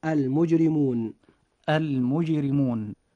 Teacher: أن حرف الراء جاء في هذه الكلمة مكسورا فيجب ترقيقه · Term: حالة الترقيق